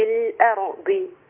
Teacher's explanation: بس مرني على أن تكون الراء مفخمة